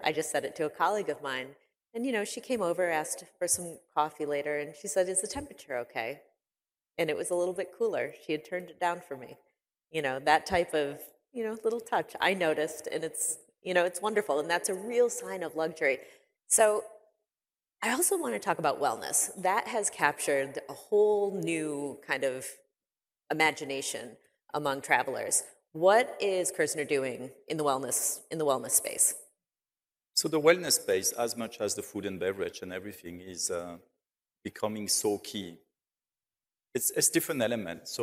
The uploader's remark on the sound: on stage in Dubai at Skift Global Forum East